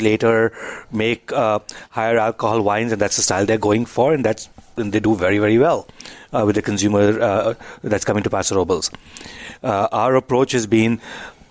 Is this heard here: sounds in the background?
no